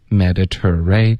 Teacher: 所以这个 ter 会有一个 r 的音在结尾， ray 也会有一个 r 的音在开头